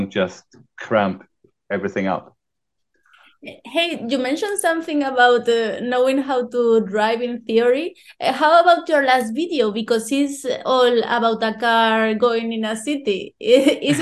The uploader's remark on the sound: from my kitchen table, through a great Zoom conversation